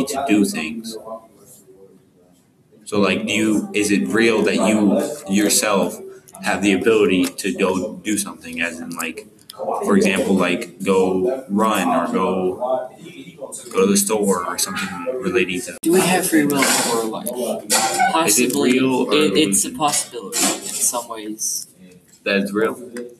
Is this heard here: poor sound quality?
yes